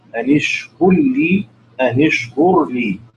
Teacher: وأدغم الراء الساكنة في اللام بخلف عن الدوري